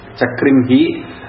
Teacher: visarga is pronounced like hakara because it doesn't have an immediate swara.